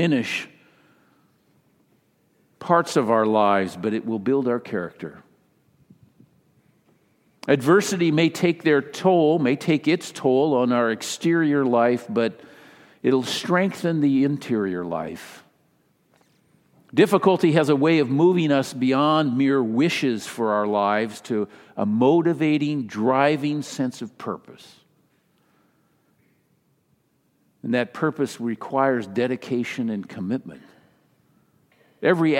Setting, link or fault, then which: setting, live audience